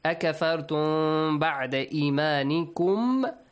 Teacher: So here we apply the rule ikhfa. We hide the sound of mim. Just do not let your lips touch. Say the mim, but not with lips touching.